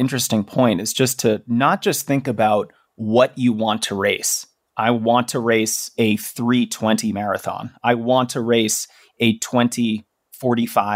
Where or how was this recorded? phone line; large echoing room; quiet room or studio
quiet room or studio